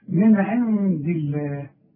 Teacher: ملاحظ ان انا رققت لفظ الجلالة